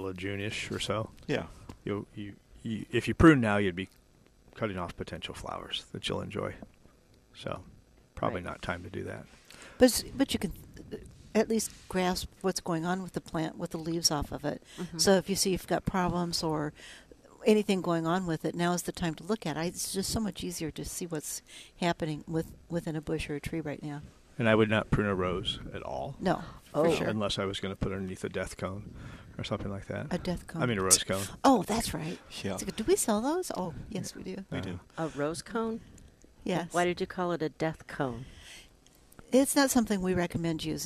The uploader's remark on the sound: Live from Prairie Gardens